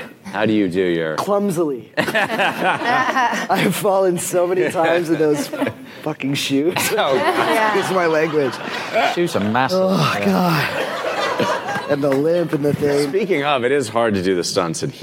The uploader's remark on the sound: Then stick around for audio from the cast Q&#38;A session that followed the screening. Tribeca TV Festival 2017. Tribeca TV Festival red carpet interviews. Then stick around for audio from the cast Q&A session that followed the screening.